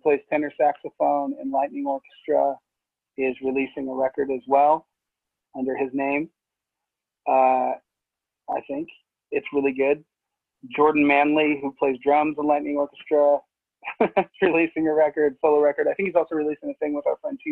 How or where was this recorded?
video call